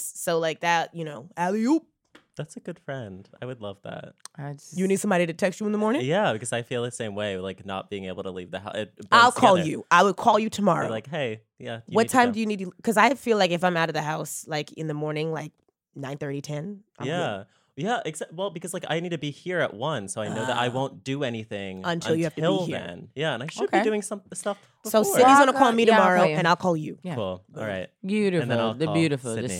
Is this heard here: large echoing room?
no